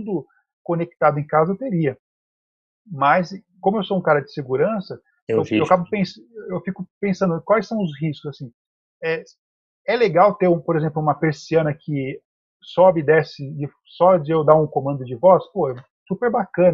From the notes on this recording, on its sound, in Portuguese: Apresentamos o áudio do Webinar.